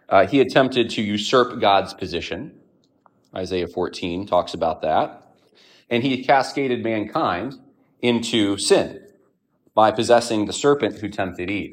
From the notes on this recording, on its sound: A sermon delivered on 12/10/2023 at Evangelical Fellowship Church